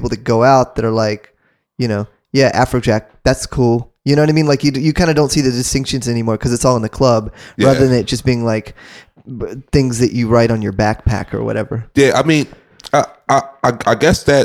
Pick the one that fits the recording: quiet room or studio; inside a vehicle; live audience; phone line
quiet room or studio